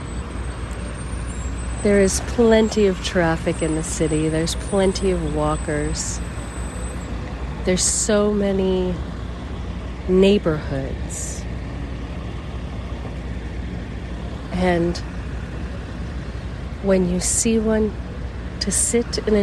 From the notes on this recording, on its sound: LIVE from the famous steps of Philadelphia. Outside the Museum of Art in Philadelphia, Pennsylvania, USA. This is a special on location Walk and Talk of our Mindfulness Summer Tour 2022. This is Eakins Circle, a fountain, statues and a view of the famous steps. You can listen to the cars, see the art work around and even sit beneath the trees and listen to the birds.